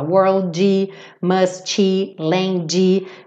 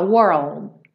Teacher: eu fechei, eu formei o meu D, mas eu nem emiti aquele golpezinho de ar · Shown in: second take